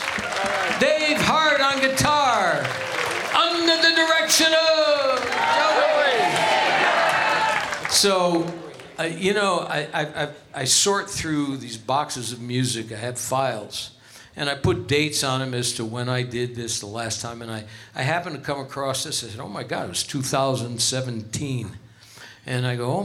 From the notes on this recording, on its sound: Live at the South Point Casino